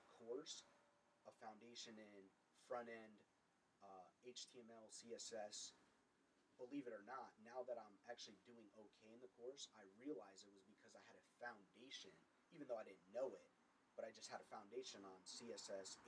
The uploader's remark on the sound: Excuse us for the low audio.